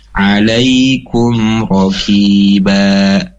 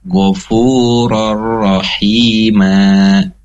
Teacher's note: Maka ketika diwakofkan atau di akhir kalimat, maka bukan ban lagi. Nunnya sudah dihilangkan, diganti menjadi mad dua harakat.